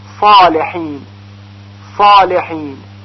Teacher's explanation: با این تفاوت که در صاد به خاطر اینکه زبان به طرف سقف دهان میل پیدا میکنه و بالا میره، یعنی در واقع به خاطر وجود دو صفت استعلاء و اطباق، صدای صاد درشت‌تر شنیده میشه